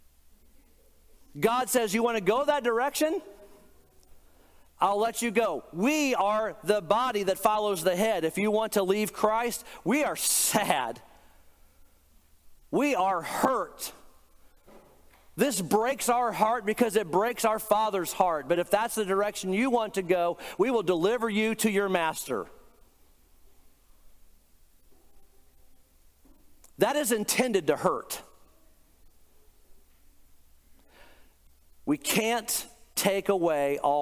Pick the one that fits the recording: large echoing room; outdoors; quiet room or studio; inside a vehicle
large echoing room